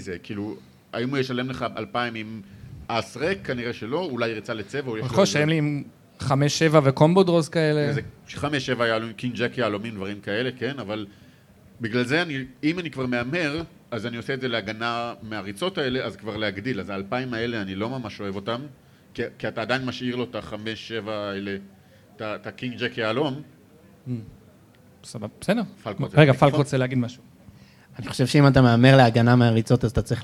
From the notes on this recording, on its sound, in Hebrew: חוגגים 50 מול קהל חי! הוא הוקלט מול קהל חי במועדון ה"האוונה קלאב" בתל אביב.